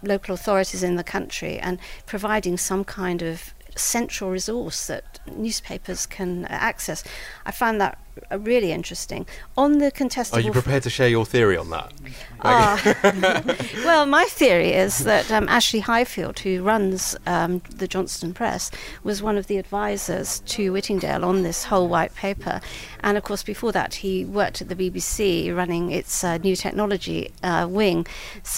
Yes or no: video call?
no